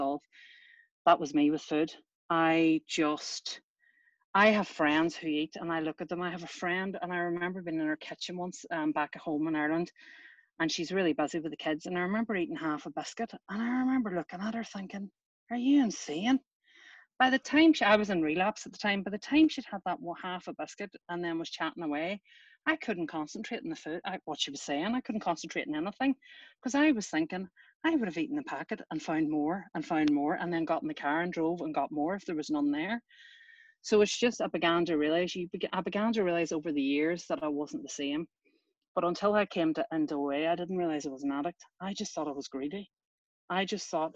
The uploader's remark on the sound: Recorded at the 9 Tools of OA Meeting